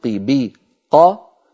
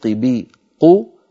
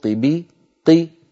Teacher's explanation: تقاس أزمنة المدود بالحركات، والحركة هي الفترة الزمنية اللازمة للنطق بحرف متحرك مفتوح أو مضموم أو مكسور، فزمن النطق بقا يساوي زمن النطق بقو يساوي زمن النطق بقي، هذه الثلاثة متساوية من حيث الزمن